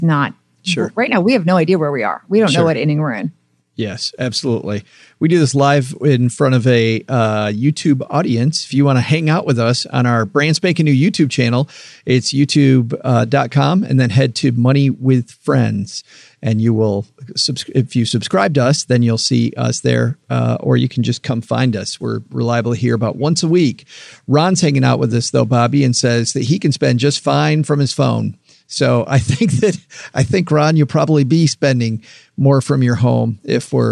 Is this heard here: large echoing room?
no